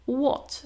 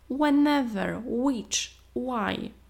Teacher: Jest też nieme H, które nie jest wymawialne, kiedy występuje po wy.